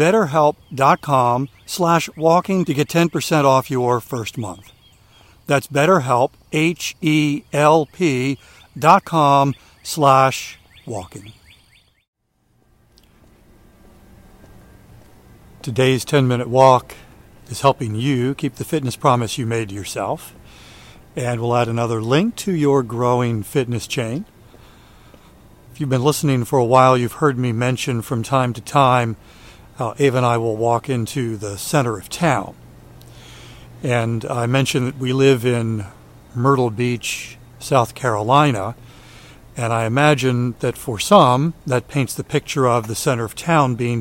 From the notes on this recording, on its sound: A Middle Of The Night Walk. During today's ten-minute walk. A guided tour of where he's walking.